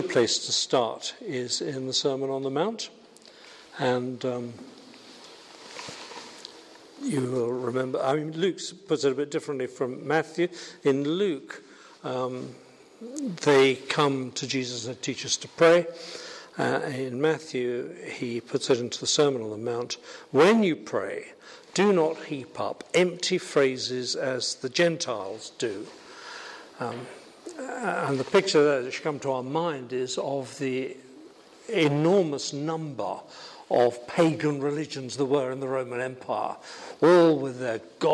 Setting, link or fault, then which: setting, large echoing room